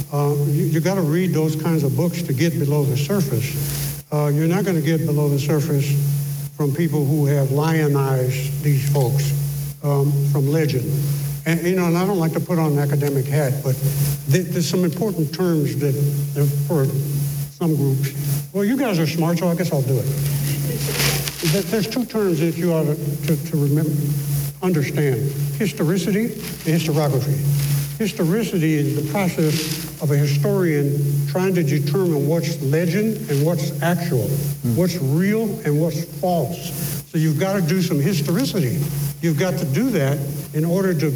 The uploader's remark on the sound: In this special live recording, Entrepreneurial Appetite's Black Book Discussions partners with the San Antonio African American Community Archive and Museum (SAAACAM).